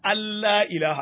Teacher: lalle nan nunun ce amma nunun in ta hadu da lamun sai ta koma lamun · Term: idgham bi ghairi gunna